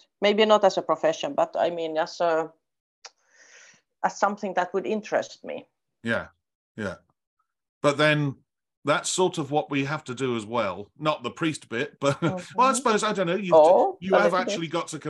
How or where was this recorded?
video call